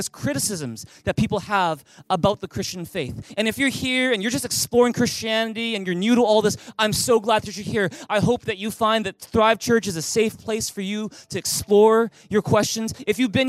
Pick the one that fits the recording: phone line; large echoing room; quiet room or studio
large echoing room